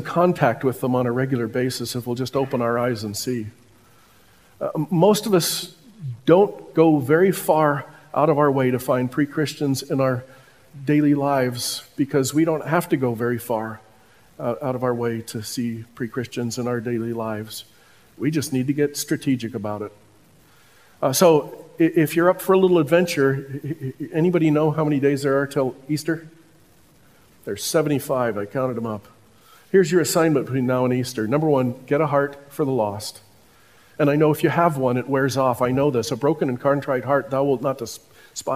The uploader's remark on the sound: Listen to this portion from the conference.